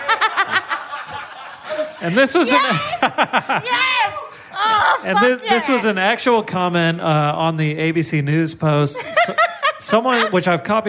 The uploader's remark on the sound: Live in Perth! A killer live episode.